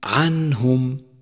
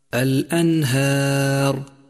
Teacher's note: لاحظ كيف جاءت النون ساكنة بعدها حرف الهاء وهو حرف إظهار، فالحكم هنا إظهار أيضا